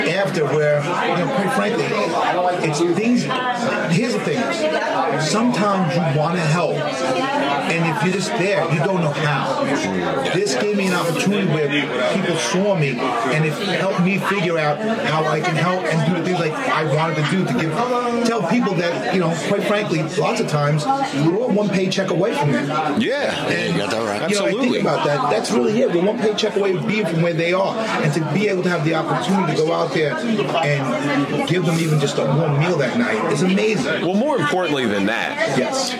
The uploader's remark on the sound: Live at the Grande Saloon. We are airing the party at Grande Saloon in Clifton NJ where we were able to talk to many former guests.